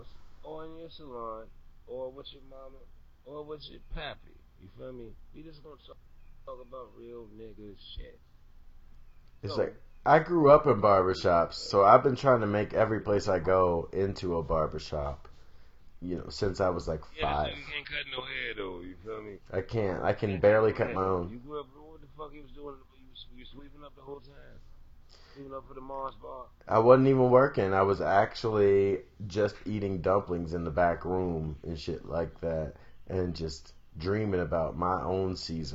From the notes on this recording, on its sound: I already know there are some obvious flaws with this audio